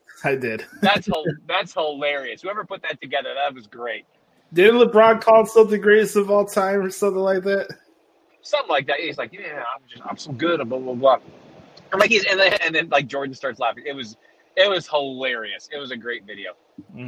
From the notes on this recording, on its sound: Who was driving back to Louisiana while we're recording this weeks episode, so apologies for any technical issues during the middle portion of the podcast